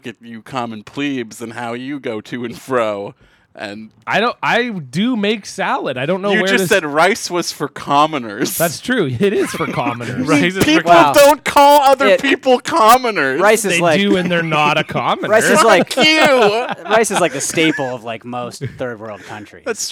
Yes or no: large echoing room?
no